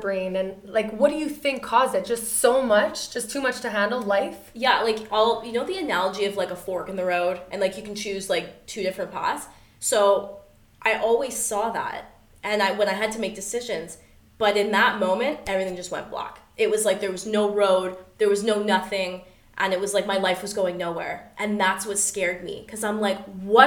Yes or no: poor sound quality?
no